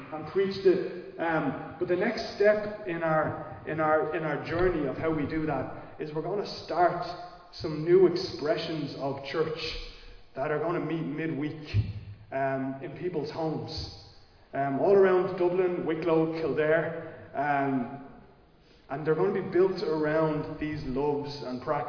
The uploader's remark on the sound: Recorded live in Liberty Church on 2 October 2022